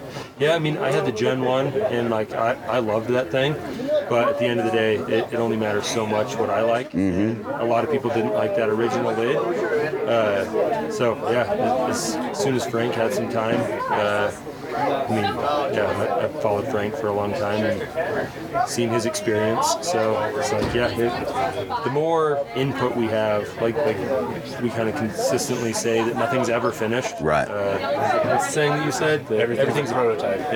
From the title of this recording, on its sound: Live from Western Hunt Fest